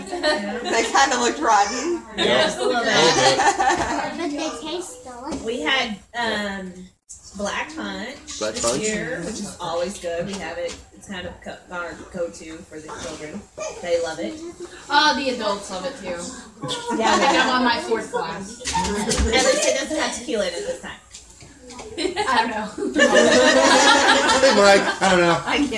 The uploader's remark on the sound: our show is brought to you from our #Halloween party that was recorded live on Facebook